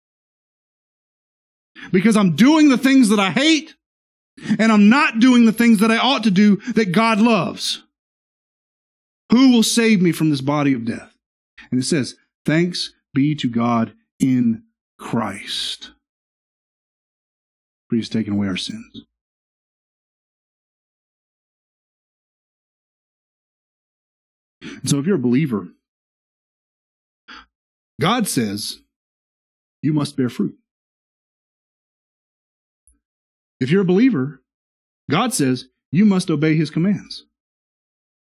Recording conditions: large echoing room